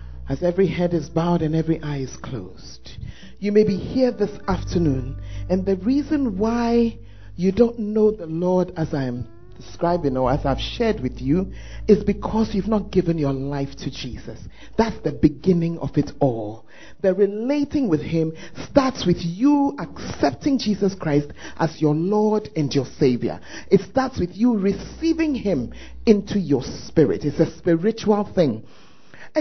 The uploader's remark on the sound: Preached At The First Love Center, Ayeduase